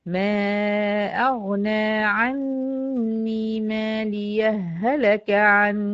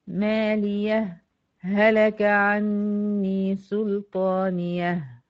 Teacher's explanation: يبقى ليها وجهين في الأداء، إدغام مع عدم السكت، إظهار مع السكت